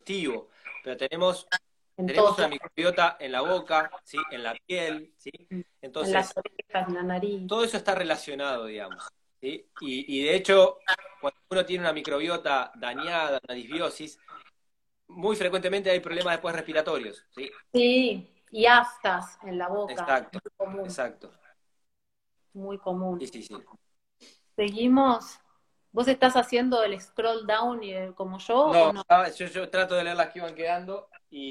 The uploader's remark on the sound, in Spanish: Audio de la charla en VIVO por Instagram